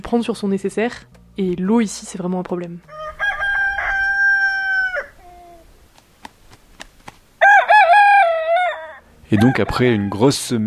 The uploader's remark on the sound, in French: Feu de camp sur l'Altiplano, en Bolivie à vélo. Des volcans de Sajama aux villages en fête. Evidemment, tous les sons que vous entendez ont été enregistrés pendant ce voyage.